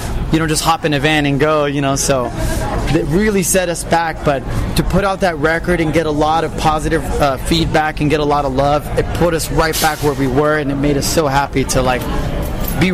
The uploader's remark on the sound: Interview recorded prior to the band's performance at Mad With Power Fest!